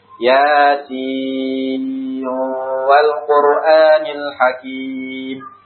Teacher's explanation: Adapun ketika disambungkan, ketika wasal, karena setelah huruf sin adalah waw, nunnya masuk ke dalam waw, maka dibaca sebagai mad lazim harfi mutsaqqal. Karena nunnya digunahkan ke wawnya, diidghamkan ke wawnya.